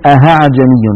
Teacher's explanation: الخطأ الثاني أن يقلب الإنسان الهمزة الثانية هاء فيقول أهعجمي وعربي، ونسمعها أحيانا من بعض إخواننا غير المتقنين فيقولون أهعجمي، هذا لا يصح يا إخوتي لأنه قد أبدل الهمزة هاء أي حولها إلى حرف آخر، والتسهيل شيء والإبدال شيء آخر. · Term: إبدالها هاء